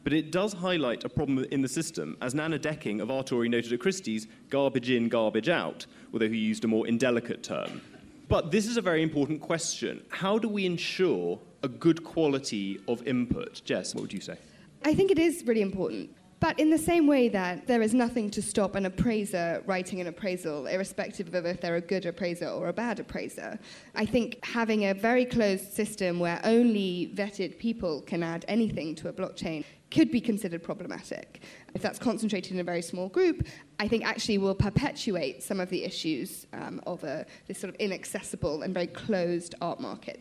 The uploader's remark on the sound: at the FT’s recent Weekend Festival in London